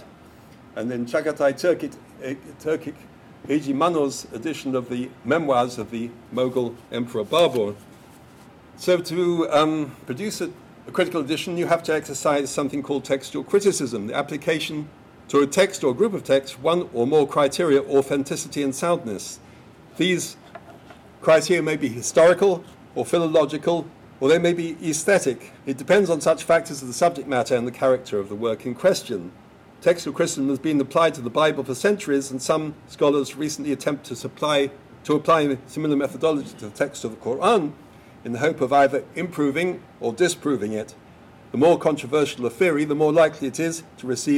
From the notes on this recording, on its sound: Lecture at George Mason University. Hosted by the Ali Vural Ak Center for Global Islamic Studies.